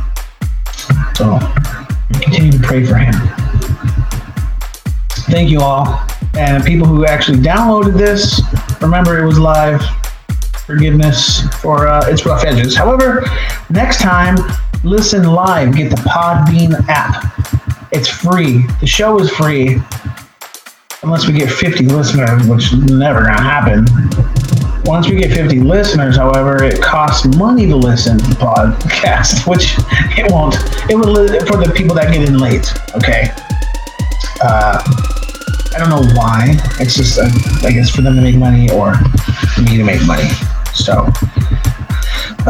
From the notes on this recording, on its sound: This is a trial of the new LIVE software capabilities of the show. Thanks for bearing with me and I promise i will get this audio thing down ASAP!!!